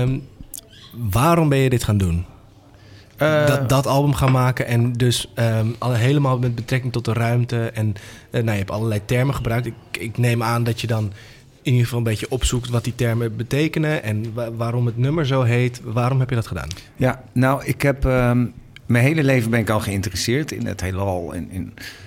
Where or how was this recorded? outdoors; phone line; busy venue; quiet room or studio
busy venue